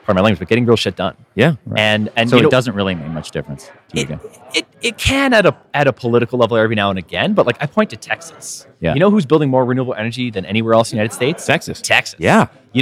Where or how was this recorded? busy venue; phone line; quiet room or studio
busy venue